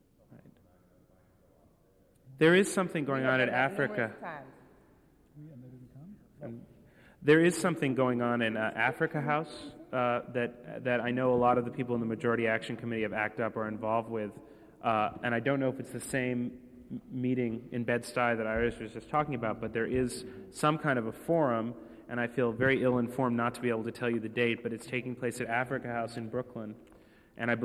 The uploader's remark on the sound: There is a very involved Q&A portion of this event.